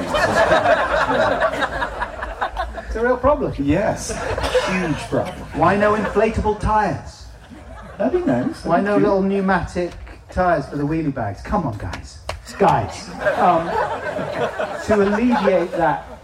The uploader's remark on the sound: Recorded live at The End Of The Road Festival, September 2017 (though the main recording failed, this podcast was put together from a back-up recording made on a dictaphone - I think it sounds fine if you wear headphones).